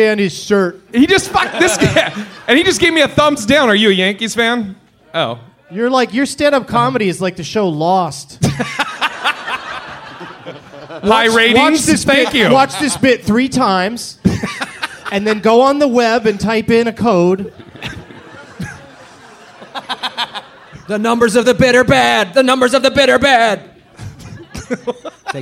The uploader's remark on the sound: Live from Portland, Oregon